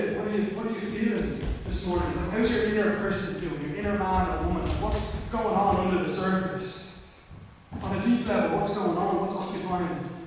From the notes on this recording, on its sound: Recorded live at Liberty Church on 30 August 2020